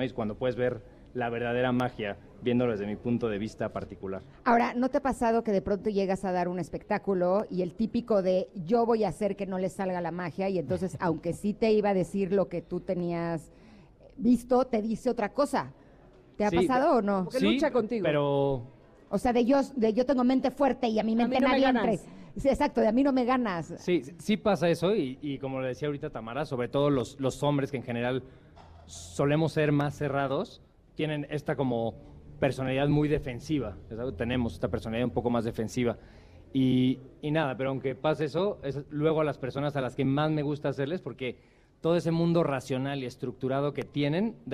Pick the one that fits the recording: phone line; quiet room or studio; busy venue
busy venue